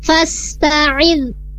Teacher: Ada di kata fasta'iz bil 'ain, ya di sana untuk a sendiri huruf 'ain, makhrajnya atau tempat keluarnya di wasatul halqi, tengah-tengah tenggorokan.